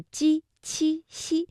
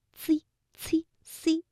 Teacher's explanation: 舌面的前部和硬腭的前部接触或者是接近构成阻碍 · Shown in: first take · Term: 舌面音